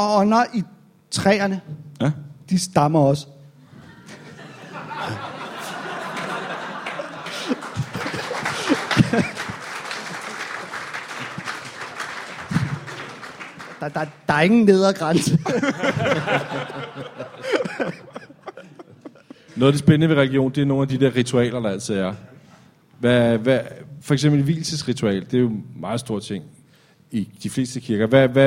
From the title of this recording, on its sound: LIVE Comedy Zoo